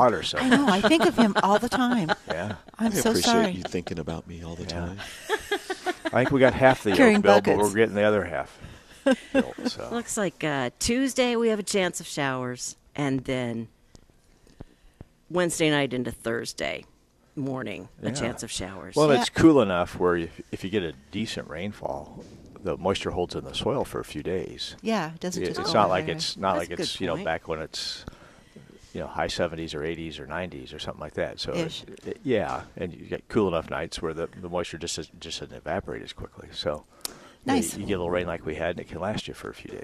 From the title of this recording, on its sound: Live at Prairie Gardens